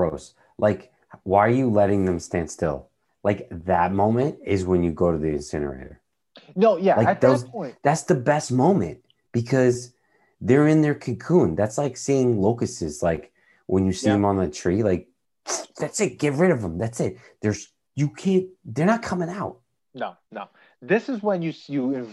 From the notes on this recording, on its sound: We recorded this on November 23rd, 2020, on Zoom so there are some small sound discrepancies